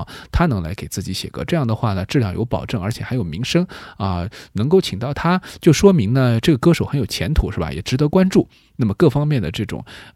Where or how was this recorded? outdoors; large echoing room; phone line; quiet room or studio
quiet room or studio